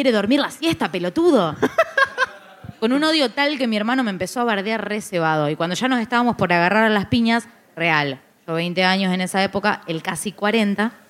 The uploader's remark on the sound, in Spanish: ¡ES EL SEGUNDO BARLEY EN VIVO! Grabado en vivo desde Zapata, en la ciudad de Rosario. ¡Muchas gracias a toda la gente que asistió, escuchó y se rió con nosotros!